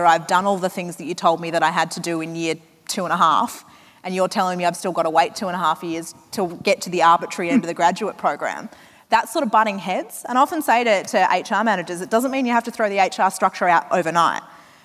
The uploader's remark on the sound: From 2018's Flying Solo Live